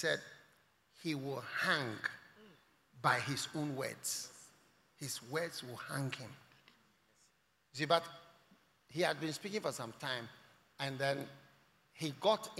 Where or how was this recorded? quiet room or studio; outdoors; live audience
live audience